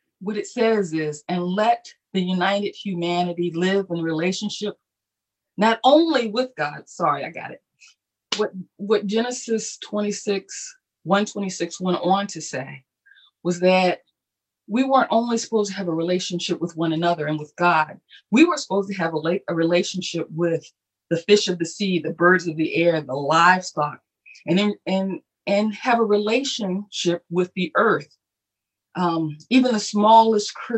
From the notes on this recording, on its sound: Our Zoom streamed Sunday Service!